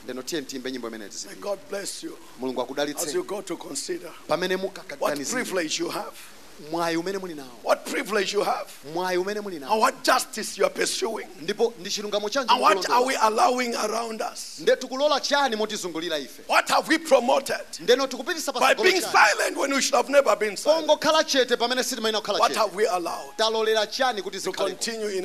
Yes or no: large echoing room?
yes